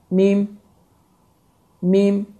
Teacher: Mim hərfi isə dodağın quru hissəsini bir-birinə vuraraq, yəni bə ilə mimin arasında fərq, dodağın yaş hissəsi bir-birinə dəydikdə bə, dodağın quru hissələri, bu hissələri bir-birinə dəydikdə və səs xayşumdan, yəni ğunnə ilə burundan çıxaraq mim hərfi tələffüz olunur